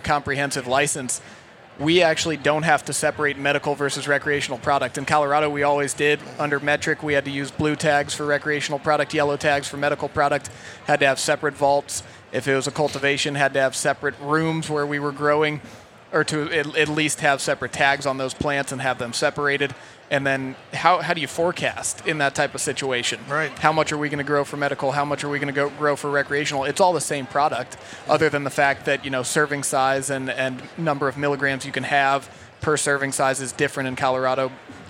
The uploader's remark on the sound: Recorded at MJBizCon 2023